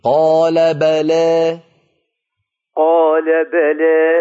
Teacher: بلى الباء مفتوحة والتقليل يبدأ من فتحة اللام